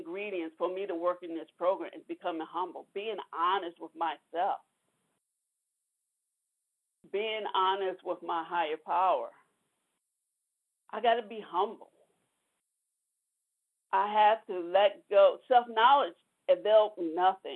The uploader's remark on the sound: from the 100 Pounders Phone Meeting, 2/13/23